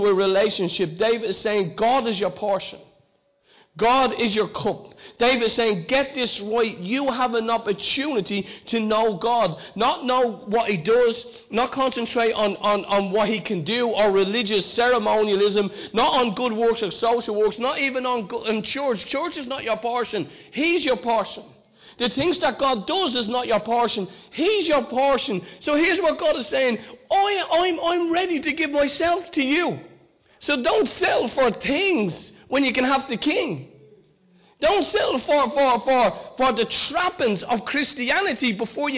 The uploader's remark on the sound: Recorded live in Liberty Church.